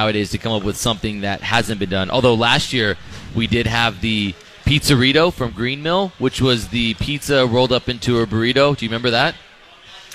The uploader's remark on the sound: Live from The Local in Minneapolis!